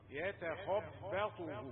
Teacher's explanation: يا وتاء مرققتان، الخاء مفخمة، ثم تأتي الباء مرققة، ثم الطاء مفخمة. · Term: التفخيم والترقيق